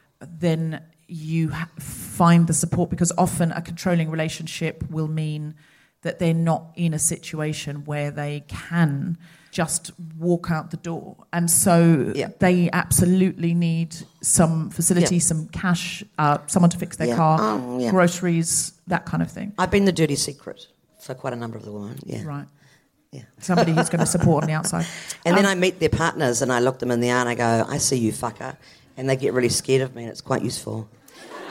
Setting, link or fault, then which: setting, live audience